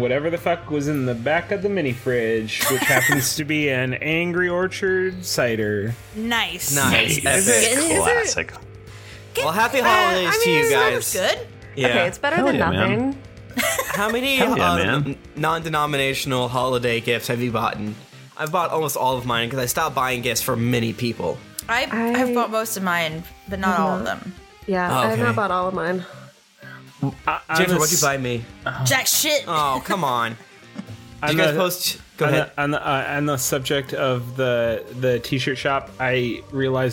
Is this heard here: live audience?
no